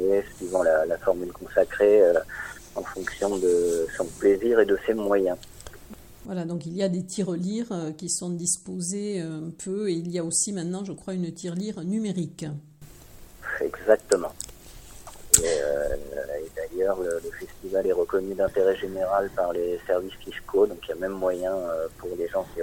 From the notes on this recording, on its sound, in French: Interview téléphonique